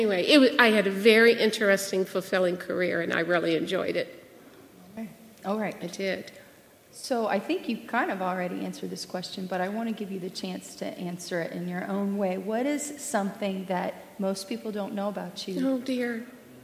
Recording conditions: large echoing room